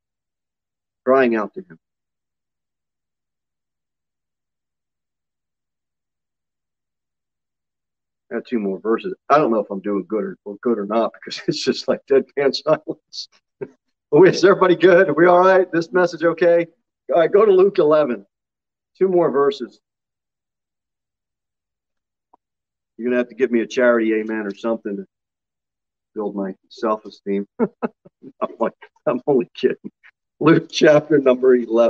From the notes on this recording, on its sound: Sermon delivered at Pilgrim Baptist Church on Sunday, May 22, 2022 at 6 pm.